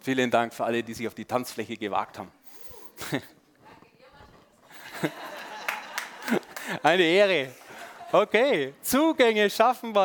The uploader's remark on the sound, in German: Sonntagspredigt beim SUMMIT 2023